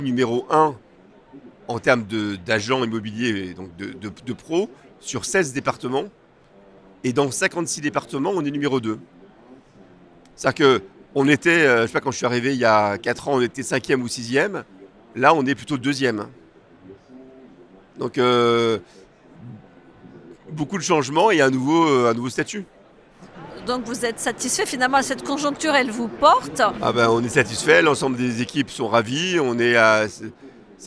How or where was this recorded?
busy venue